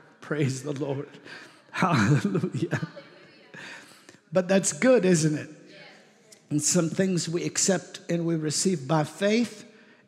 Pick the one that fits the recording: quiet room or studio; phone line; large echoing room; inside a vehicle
large echoing room